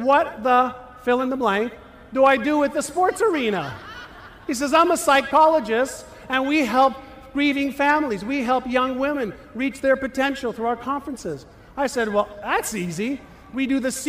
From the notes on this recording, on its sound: talk at The Secret to Your Best Year Ever conference in San Diego, put on by the Jenna Druck Foundation